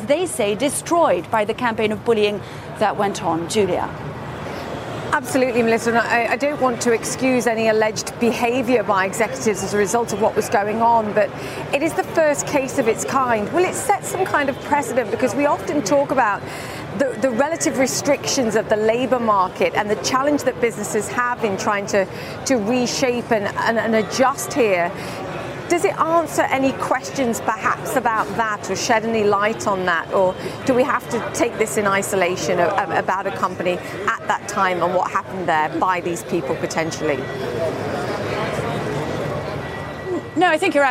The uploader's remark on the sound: live from the New York Stock Exchange.